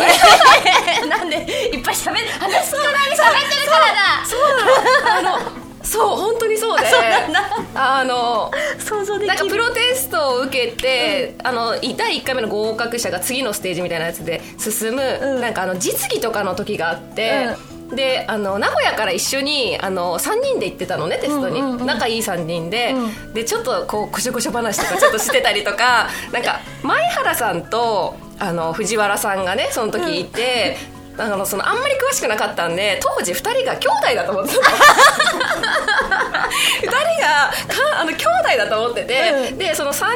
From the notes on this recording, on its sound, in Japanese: 1年ぶりとなる公開収録が開催されました